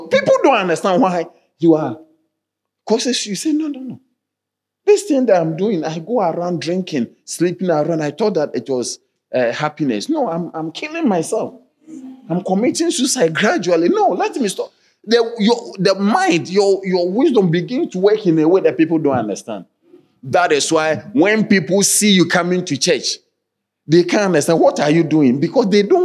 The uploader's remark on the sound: Sermon delivered on Friday, December 7, 2023, at Strong Christian Church in Cape Town, South Africa.